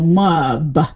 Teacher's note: we'll sort of insert an extra vowel between the M and the B. So mub would be more like we pronounce that. · Term: slight adaptation